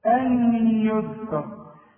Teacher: أن يذكر هنا نون وبعدها ياء، والياء من حروف الإدغام، إذا النون هتخش في الياء، وكأن الياء دي مشددة